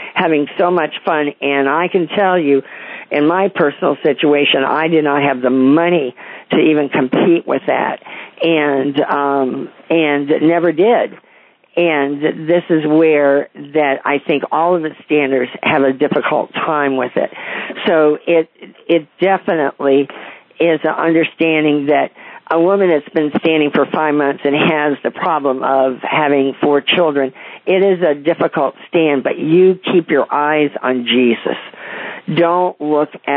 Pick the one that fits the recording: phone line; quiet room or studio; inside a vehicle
phone line